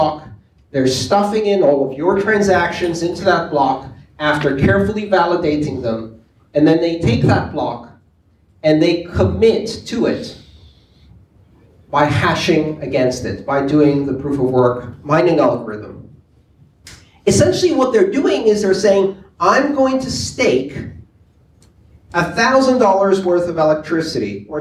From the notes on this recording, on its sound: The Silicon Valley Bitcoin Meetup group. Followed by audience Q&A.